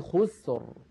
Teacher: الراء ساكنة، قبلها ساكن، وقبله مضموم وهو الخاء، إذا أيضا نفخمها